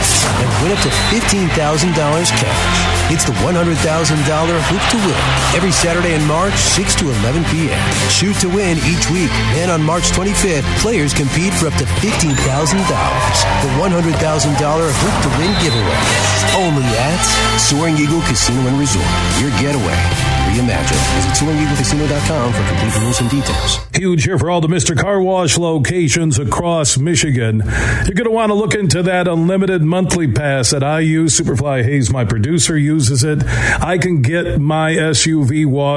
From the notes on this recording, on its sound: we're broadcasting live from DeVos Place in downtown GR as the Ultimate Sport Show is in town today through Sunday